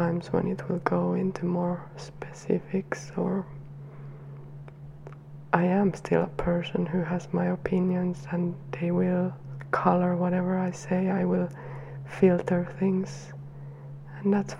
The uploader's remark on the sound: There is some background noise, so if that kind of thing annoys you, feel free to skip this episode.